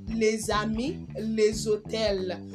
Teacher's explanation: the S is between two vowels, it sounds like Z · Term: liaison